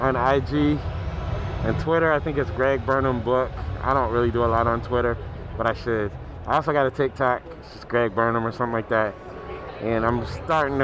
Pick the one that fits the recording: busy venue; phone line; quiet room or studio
busy venue